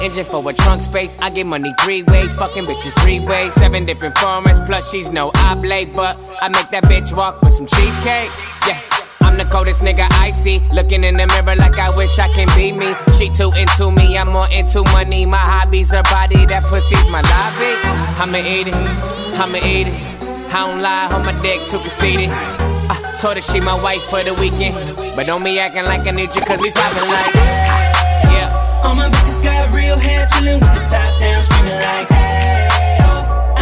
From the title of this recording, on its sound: Live In Da Mix - One Night at La Viva Bremen 3